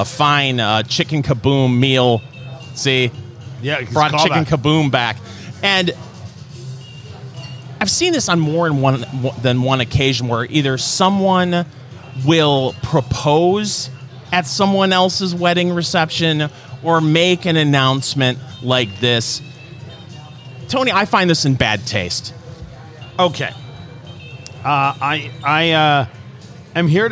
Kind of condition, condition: setting, busy venue